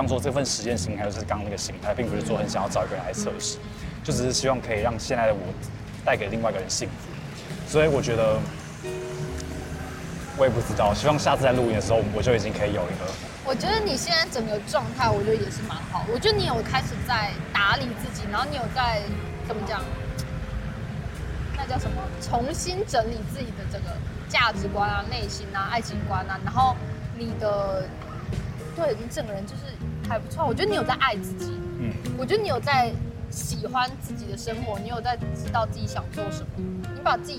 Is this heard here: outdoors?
yes